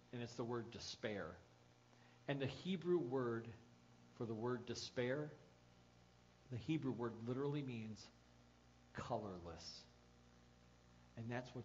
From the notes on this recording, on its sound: The audio file of the sermon from January 12, 2014.